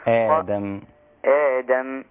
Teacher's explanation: ما تخليش ما تنزلش بالهمزة بحيث أنها تصير مقللة، يبقى رايحة ناحية الكسر، هي آدم. آدم إن مثل عيسى عند الله كمثل آدم خلقه من تراب ثم قال له كن فيكون.